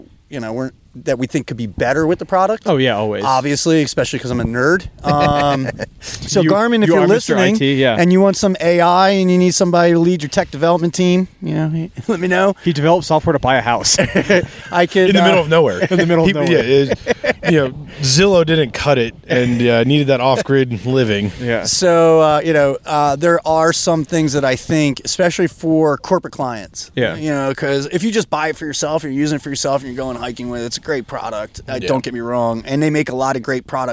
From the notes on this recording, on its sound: We recorded this podcast from a campsite at 4100 ft elevation very close to Reddish Knob.